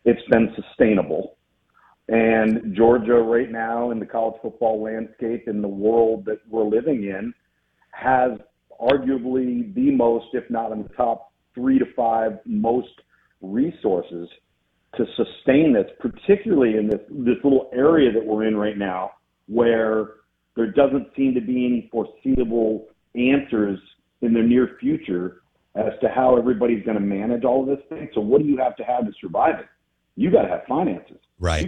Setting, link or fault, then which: link, phone line